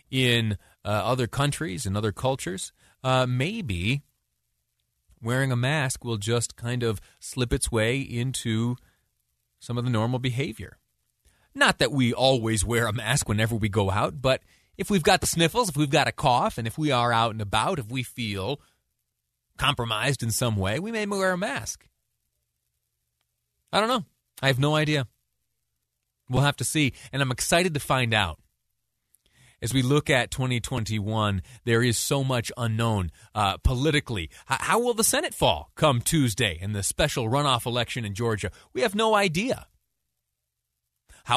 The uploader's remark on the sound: To finish up: Live calls